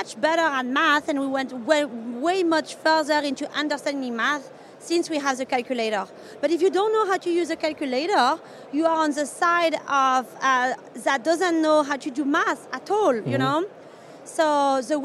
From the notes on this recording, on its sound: joined live from the #SaaStock2023 Podcast Stage